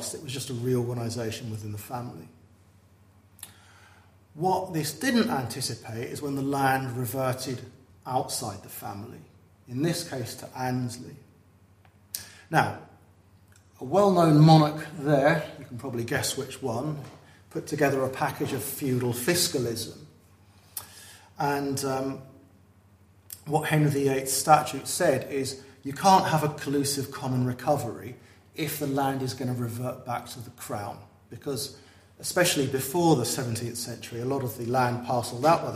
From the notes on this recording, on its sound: at the 2023 Tudor and Stuart Ireland Conference.